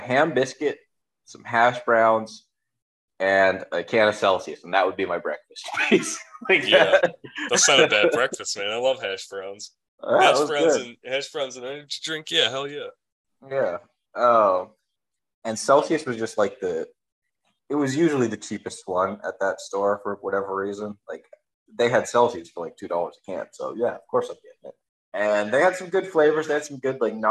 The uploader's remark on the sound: We kinda forgot to record that part after Zoom kicked us out.